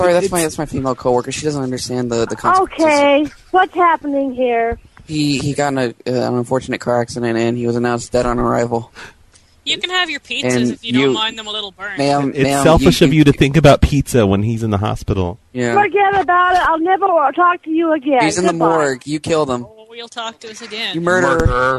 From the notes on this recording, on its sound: Prank Phone Calls Collection